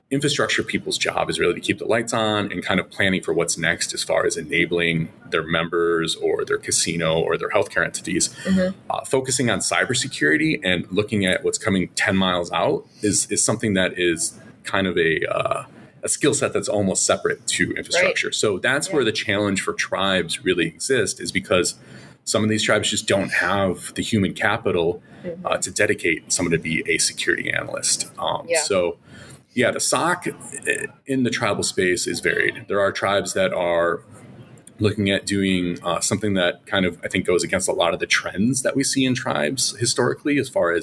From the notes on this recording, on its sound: We're at the TribalNet Conference & Tradeshow